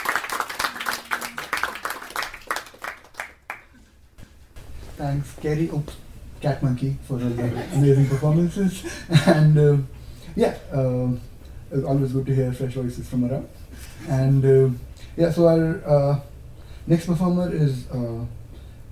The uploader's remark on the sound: Stories and poems from the UC Postgrad Students Association Open Mic Event